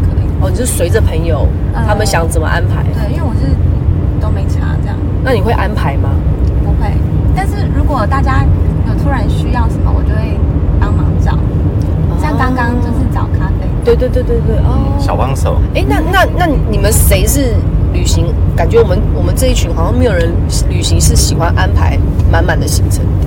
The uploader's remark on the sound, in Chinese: 車錄。聽著大家在車上說說笑笑的錄音。當時旅行中有大海味道的空氣，彼此聊天時大笑的呼吸，車窗空隙吹亂髪稍的風。旅途中參與錄音的三位特別的旅伴。